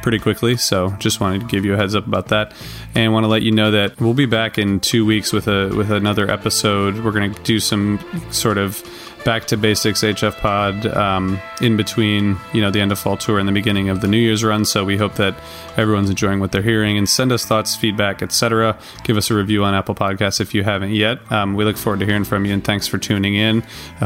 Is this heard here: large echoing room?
no